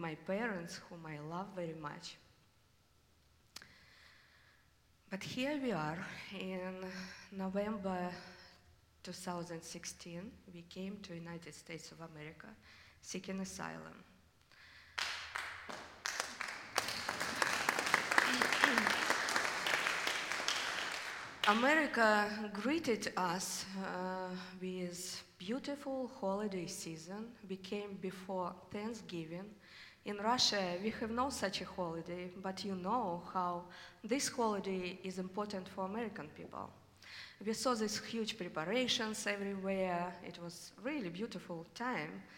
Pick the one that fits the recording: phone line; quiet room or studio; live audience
live audience